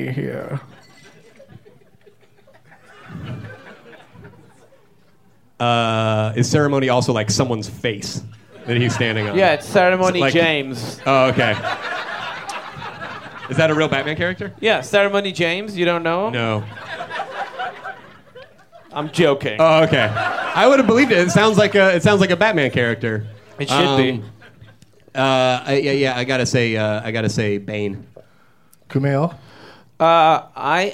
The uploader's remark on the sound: Live from Flappers in Burbank, CA